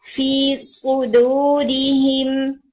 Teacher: یہاں پر صاد تو ہیوی ہوگا مگر دال نہیں